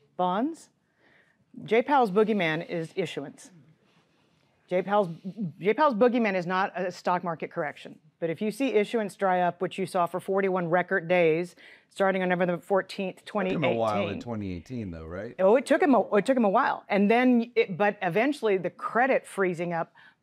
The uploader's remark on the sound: DoubleLine's 2024 Round Table Prime was hosted in front of a live audience for the first time. The audience Q&A sparked candid debate.